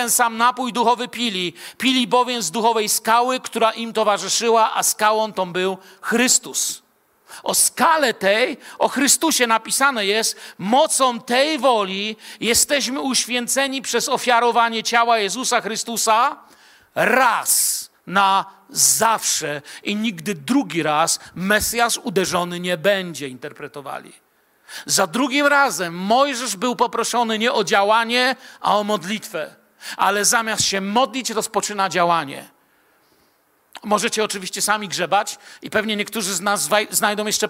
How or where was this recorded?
large echoing room